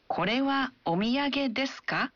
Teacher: Ia mengatakan, saat kita mengajukan pertanyaan dalam bahasa Jepang, kita tidak mengubah susunan katanya. Kita hanya menambahkan partikel ka pada akhir kalimatnya dan mengucapkannya dengan intonasi menanjak.